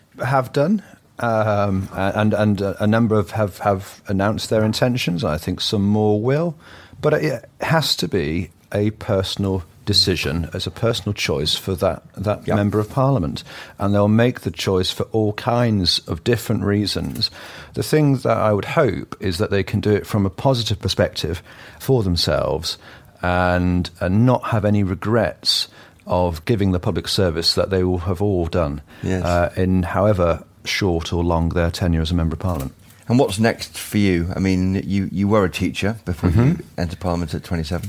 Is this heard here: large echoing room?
no